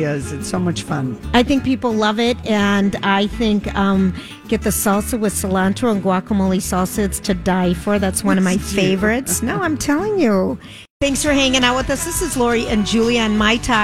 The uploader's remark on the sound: Live from Hammernicks flooring solutions for their final 2023 Santa Stop